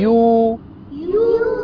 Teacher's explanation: واو مد طبيعي حركتان